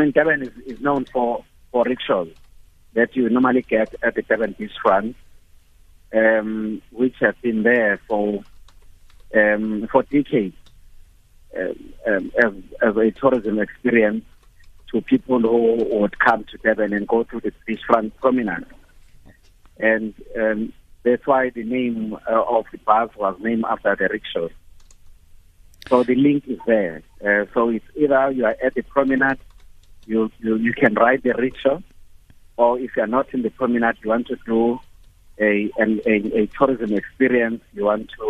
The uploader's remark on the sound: Guest (phone)